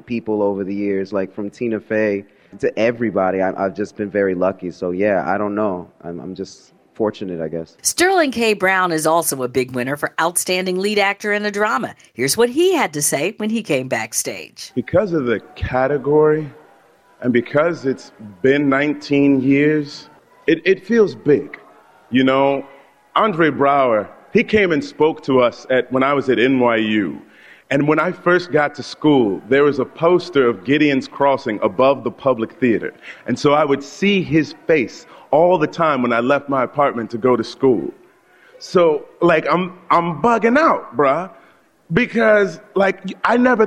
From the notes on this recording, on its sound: Back Stage At The EMMY Awards.